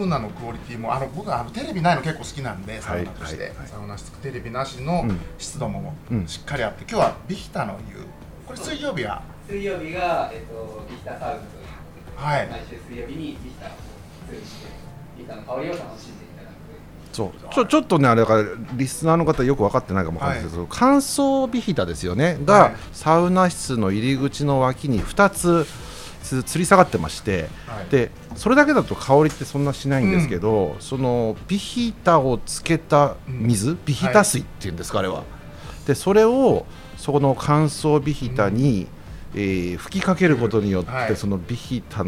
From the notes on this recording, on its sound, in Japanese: 今回は 十條湯 に併設された 喫茶深海 での収録！雰囲気ある店内で自然と会話も弾みます。